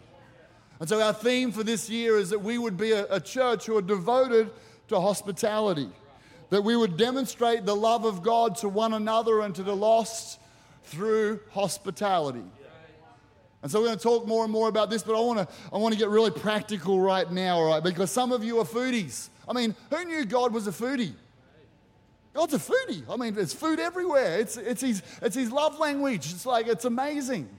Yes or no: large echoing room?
yes